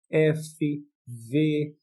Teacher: Quando a gente fala fricativo, né? F, V, são esses sons em que há esse encurtamento da passagem do ar e aí essa vibração né, produz o som